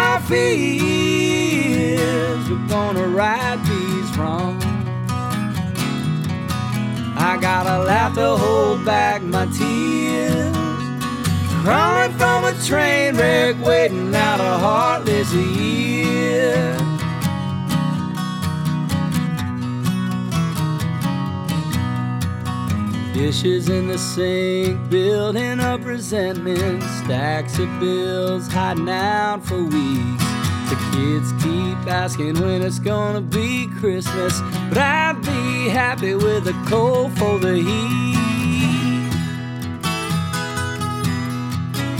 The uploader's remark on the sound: Live from AMERICANAFEST 2023.